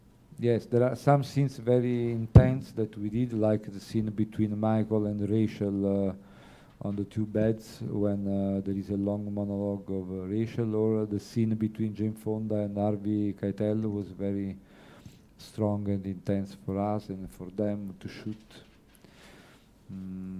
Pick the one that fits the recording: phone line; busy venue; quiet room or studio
busy venue